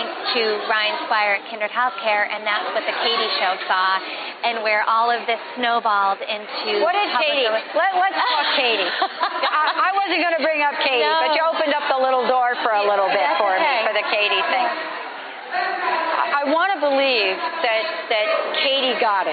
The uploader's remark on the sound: live interviews from the Masquerade Ball in New York